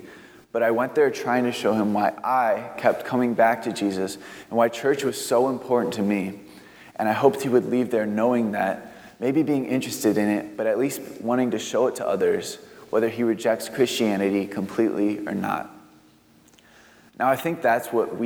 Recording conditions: large echoing room